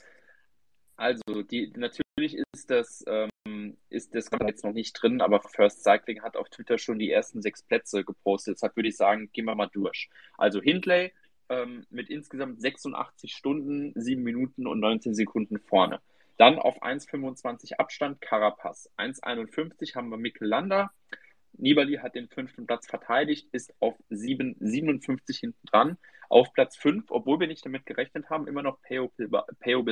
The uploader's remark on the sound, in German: Wir haben eine Aufzeichnung dieses Spaces ausgegraben